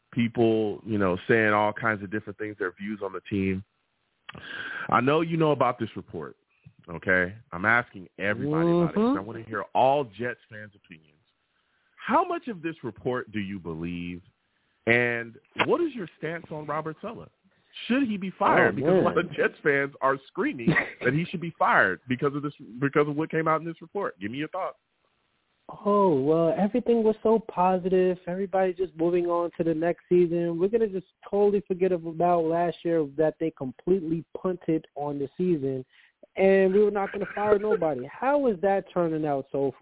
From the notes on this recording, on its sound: I take live callers!